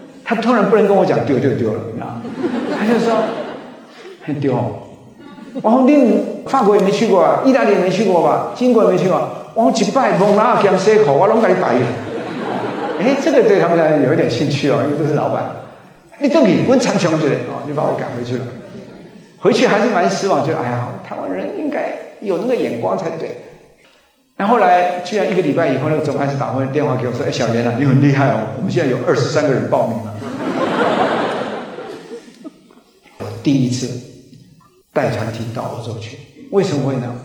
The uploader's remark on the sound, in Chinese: 高雄新書演講會現場錄音